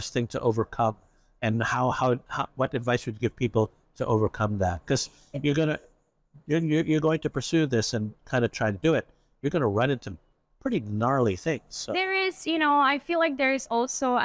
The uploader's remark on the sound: live from the Chicago Midwinter Show